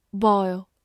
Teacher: o i 字母组合发 oi，末尾有一个滑音 · IPA: [bɔɪl]